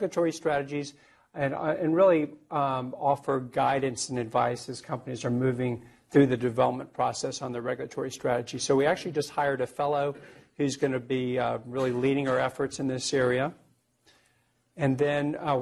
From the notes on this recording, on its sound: Norris Cotton Cancer Center Grand Rounds presented on August 28, 2018